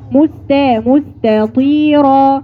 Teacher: وبرضو بتفخمي التاء لا رققيها